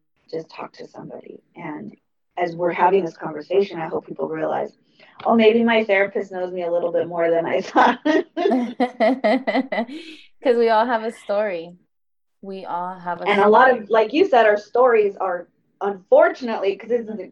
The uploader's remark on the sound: Unfortunately, the audio is poor